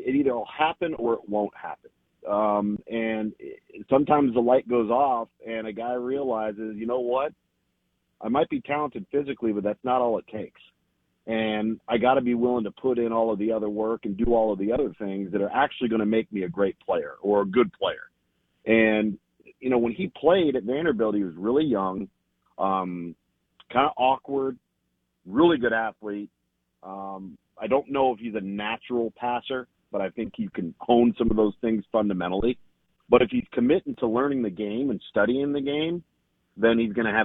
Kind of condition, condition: link, phone line